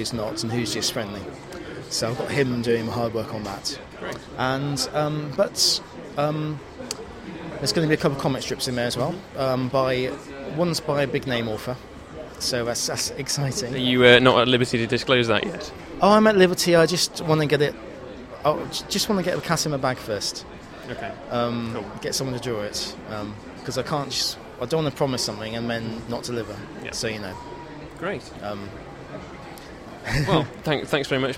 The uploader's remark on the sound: recorded at a signing event at Waterstone’s, Lakeside, Thurrock